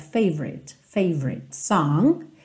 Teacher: Esse O do favorite não é muito pronunciado